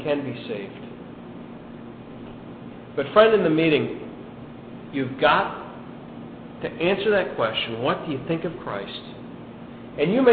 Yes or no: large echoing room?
yes